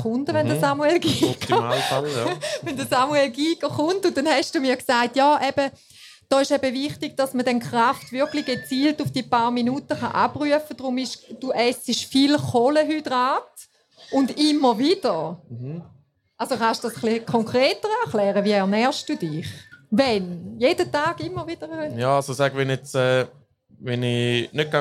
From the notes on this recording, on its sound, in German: Im Live-Podcast an der WEGA (Weinfelder Gewerbe Ausstellung)